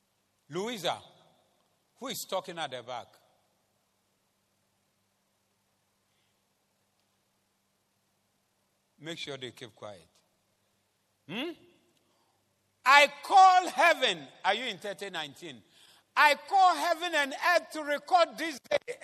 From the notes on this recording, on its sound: Preached at the Zeloo Service (The Way-Swollen Service)